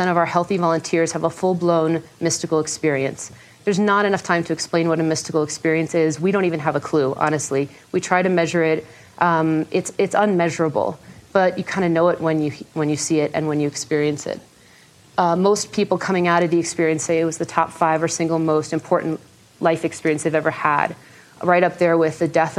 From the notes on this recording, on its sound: In this talk from the 2014 Buddhist Geeks Conference